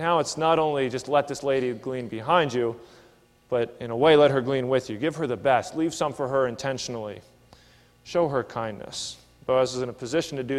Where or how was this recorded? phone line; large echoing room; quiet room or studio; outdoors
large echoing room